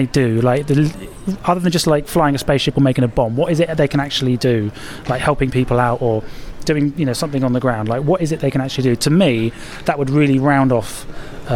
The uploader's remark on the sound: The last of our interviews from Star Wars Celebration Europe. Panelists from the "Andor, the Empire, and a History of Resistance" session at Star Wars Celebration Europe.